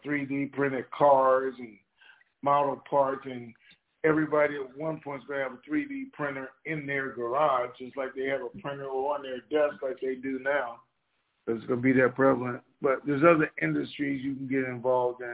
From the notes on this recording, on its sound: TNTSuperfantastic Conference Call